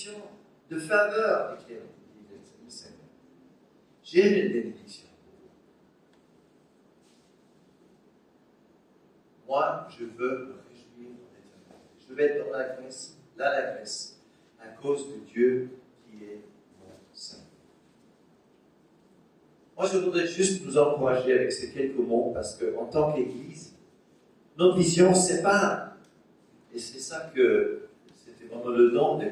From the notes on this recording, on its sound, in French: Enregistré à l'église CVV, le 24/10/2021